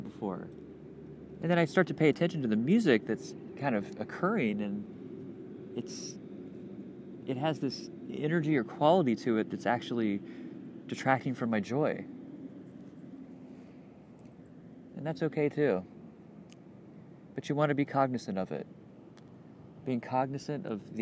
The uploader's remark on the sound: Outside at Westside Park, Gainesville, FL